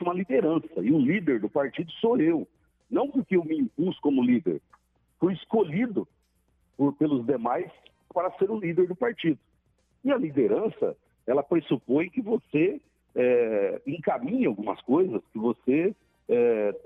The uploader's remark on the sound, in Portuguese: Por telefone o deputado comentou